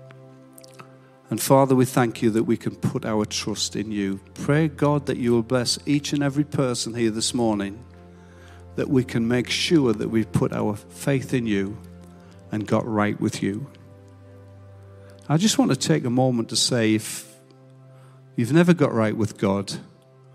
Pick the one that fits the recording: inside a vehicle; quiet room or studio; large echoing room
large echoing room